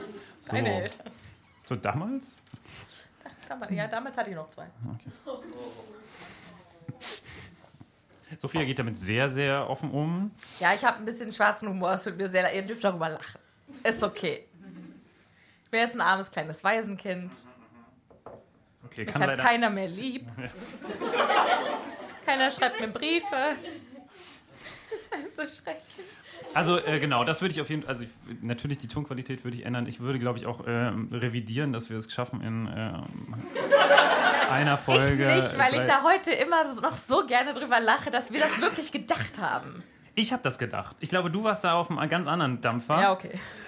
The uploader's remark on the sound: LIVE IN MÜNSTER. Das Happy Potter Live Publikum hat abgestimmt.